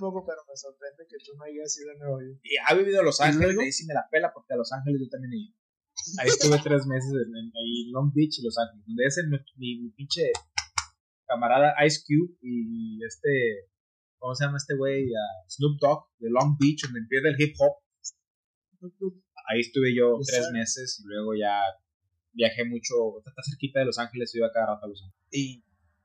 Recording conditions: poor sound quality